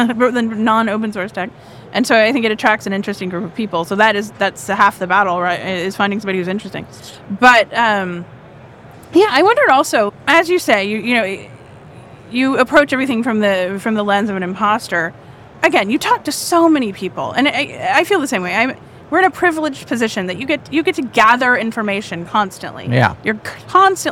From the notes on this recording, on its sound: Amid the bustling atmosphere of KubeCon